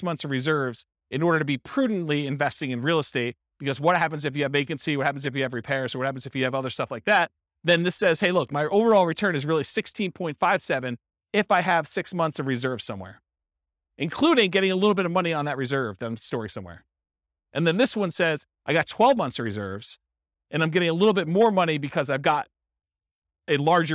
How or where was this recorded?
live audience